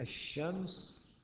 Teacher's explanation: في الشمس اللام قلبت إلى شين فتدغم، تقلب فتدغم، تدغم إلى شين ساكنة، والشين التي بعدها متحركة. · Term: إدغام